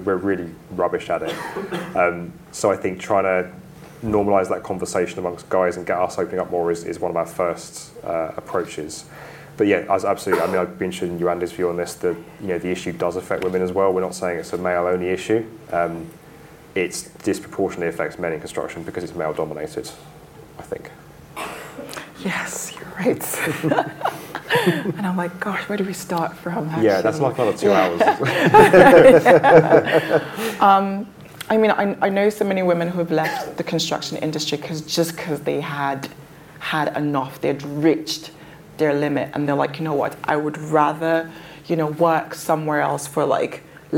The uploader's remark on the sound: Get Construction Talking LIVE from London. This episode features the panel discussion that took place at our debut 'Get Construction Talking' event that happened on 12th July 2023 at Ham Yard Theatre, London.